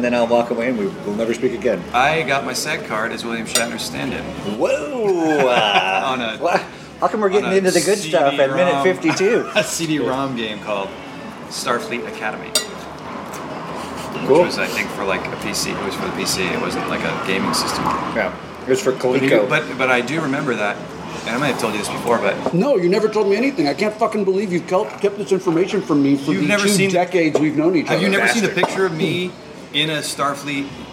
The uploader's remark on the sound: at Fantasia Billiards in Burbank.